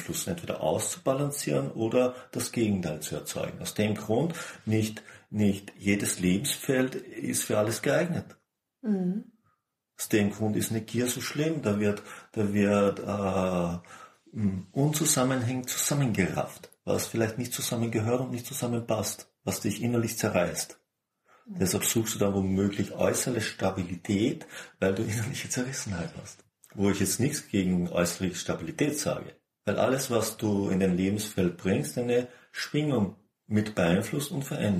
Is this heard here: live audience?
no